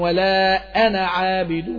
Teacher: انا الضمير عند الوصل نحذف الالف، انا عابد طبعا، ولا انا عابد، اهو انا ما قلتش الف، ولا انا عابد.